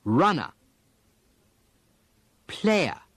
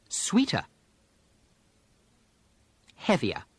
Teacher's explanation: But except in the English West Country, when the letter R follows a vowel sound, the R simply disappears · Term: English R drop